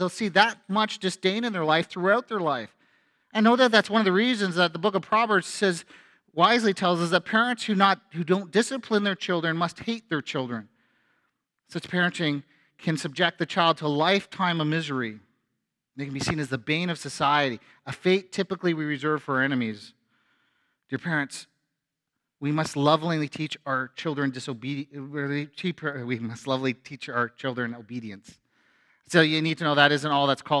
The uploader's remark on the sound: A sermon from FBC Church in Cobourg,